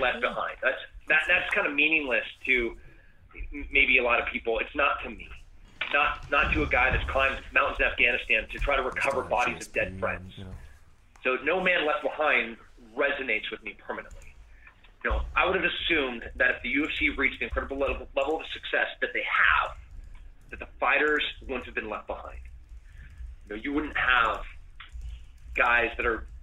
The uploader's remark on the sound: The full audio of the conference call unveiling the Mixed Martial Arts Athletes Association.